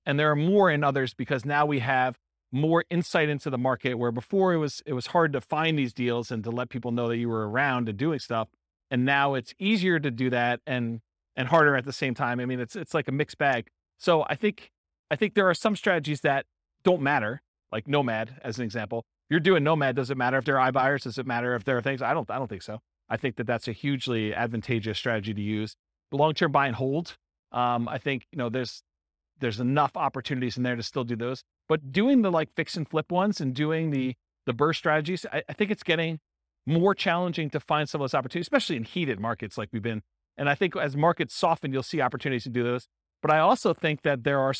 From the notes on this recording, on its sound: In San Bernardino, California. This was a live class recorded.